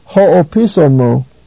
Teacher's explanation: ho is a proclitic, and mu is an enclitic. So the three are pronounced together.